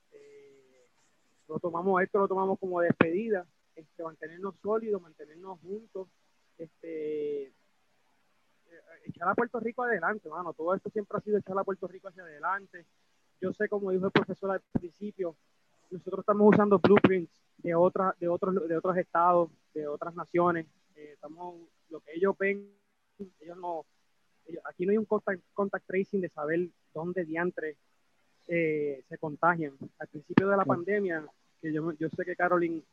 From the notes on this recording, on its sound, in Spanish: a través de la plataforma Zoom